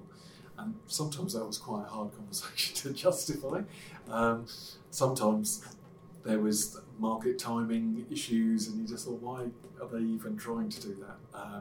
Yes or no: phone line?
no